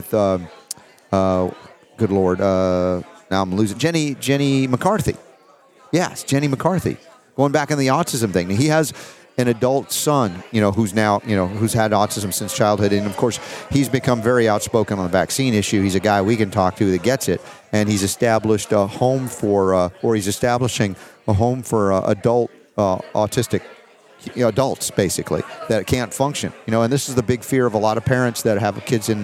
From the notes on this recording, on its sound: LIVE From Nashville, Reawaken America Tour